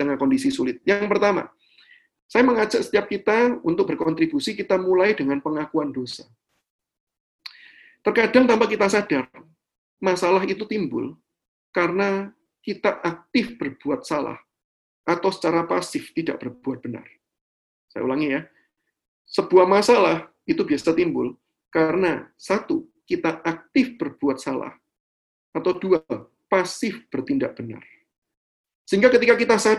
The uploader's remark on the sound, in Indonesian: rekaman Webinar yesHEis